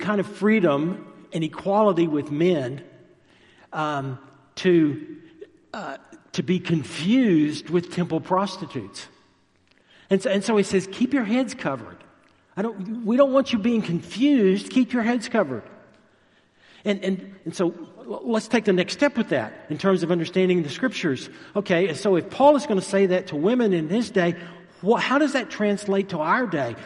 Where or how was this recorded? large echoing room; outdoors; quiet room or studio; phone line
large echoing room